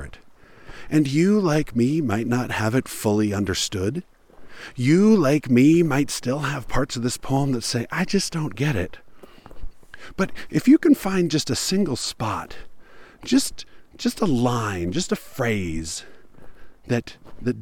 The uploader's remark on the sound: While hiking in the Utah mountains.